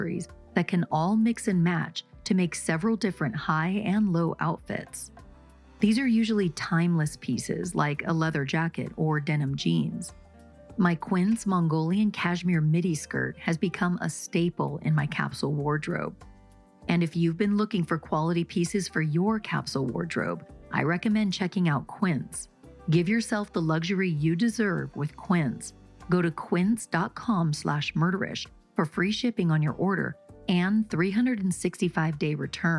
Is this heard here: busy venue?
no